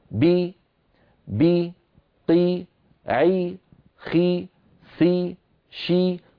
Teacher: كل هذه الحروف لما نطقتها انخفض الفك السفلي قليلا وصاحب ذلك ارتفاع لوسط اللسان · Term: الحرف المكسور